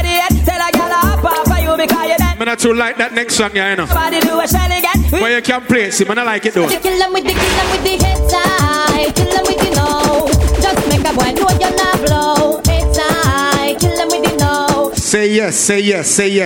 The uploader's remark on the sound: Live audio from me in the clubs